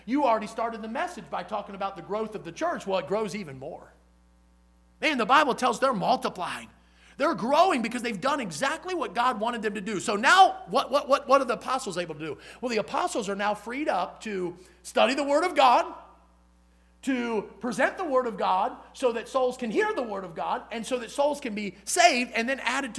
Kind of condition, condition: setting, large echoing room